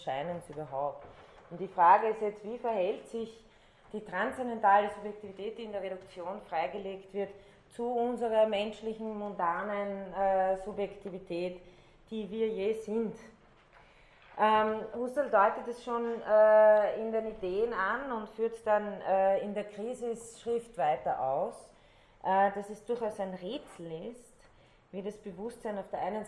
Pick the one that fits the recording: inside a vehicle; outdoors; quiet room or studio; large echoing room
large echoing room